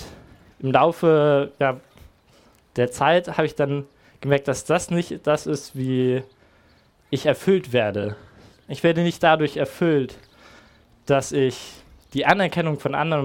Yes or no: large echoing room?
yes